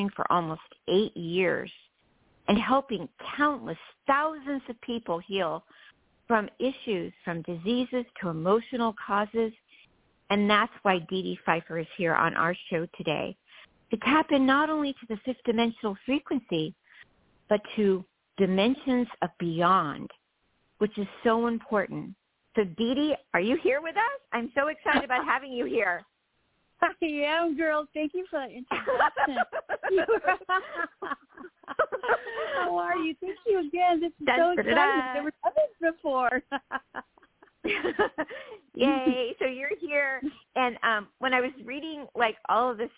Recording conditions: phone line